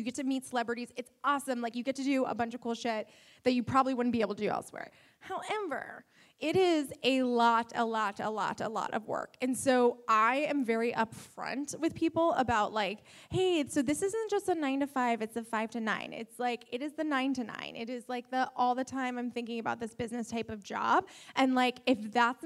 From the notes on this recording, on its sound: Live from the The Fearless Conference. Live from the The Fearless Conference.